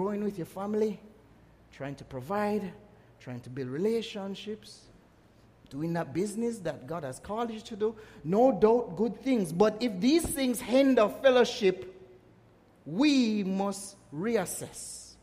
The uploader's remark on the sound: Message preached at Grace Family Church, Caymanas Estate, Jamaica